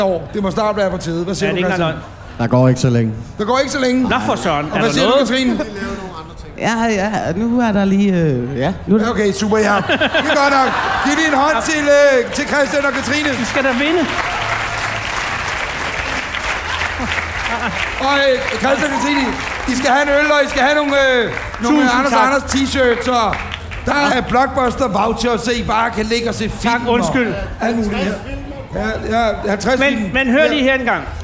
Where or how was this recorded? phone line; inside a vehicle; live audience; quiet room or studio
live audience